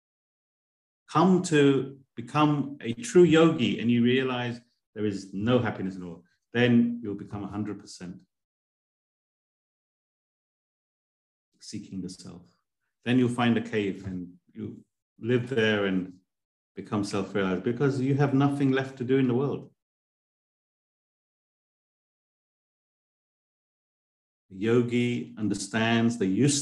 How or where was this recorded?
video call